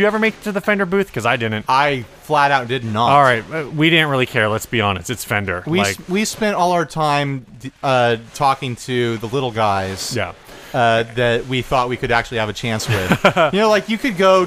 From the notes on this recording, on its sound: sit down at the Salvage Custom Shop 4th year anniversary party to take in the vibe and record a podcast